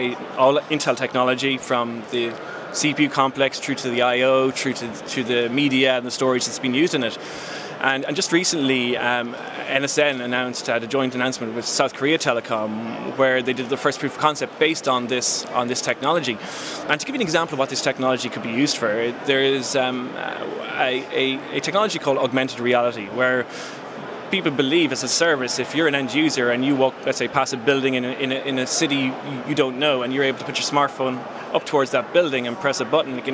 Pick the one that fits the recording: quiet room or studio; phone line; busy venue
busy venue